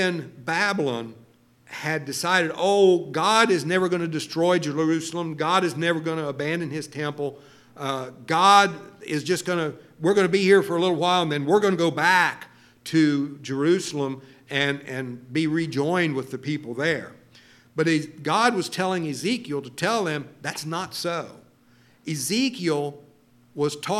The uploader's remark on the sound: LIVE Services at Sunshine